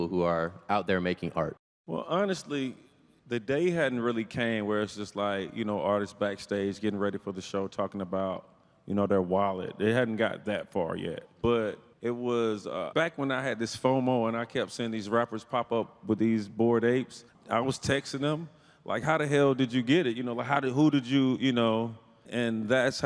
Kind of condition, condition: setting, live audience